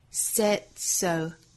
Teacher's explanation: Just because they said so. Just 后面 t 略掉 Because they said so. Said 不是 side, S-A-I-D,注意是单元音 A.